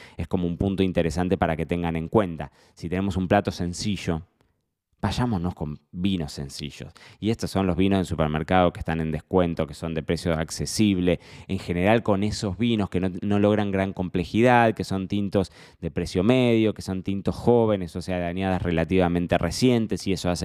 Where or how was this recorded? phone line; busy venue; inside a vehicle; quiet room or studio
quiet room or studio